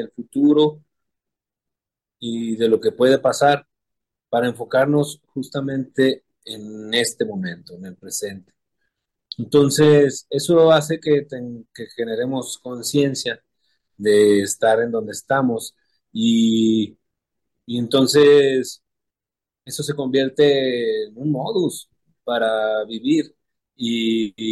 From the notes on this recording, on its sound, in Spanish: Charlamos via zoom